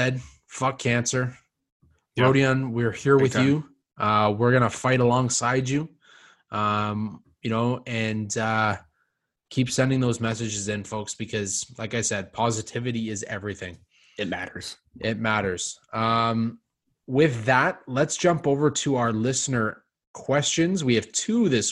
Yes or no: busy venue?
no